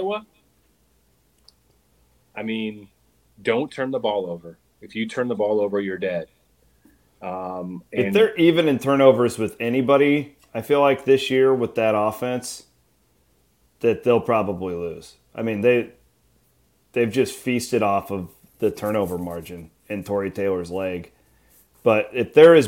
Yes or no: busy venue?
no